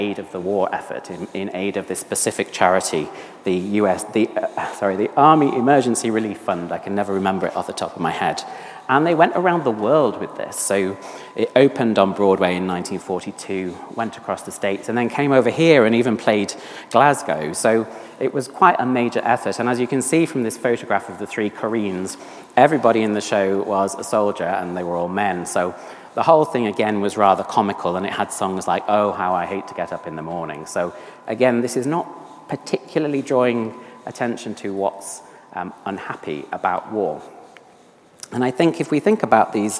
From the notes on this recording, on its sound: on 6th December 2023 at St Paul's Church, Covent Garden, London.